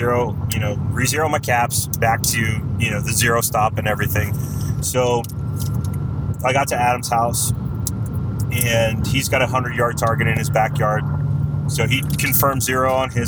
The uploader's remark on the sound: Road Trip Conversation. Caution* Heavy Road Noise Ahead. I apologize upfront for the road noise, I did my best to remove it in post, but the recorder was too good capturing it.